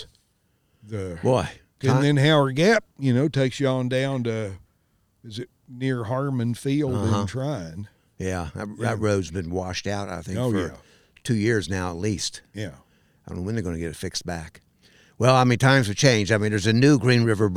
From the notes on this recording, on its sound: A podcast recorded next to the old Green River Bridge. Mobile podcast recording studio.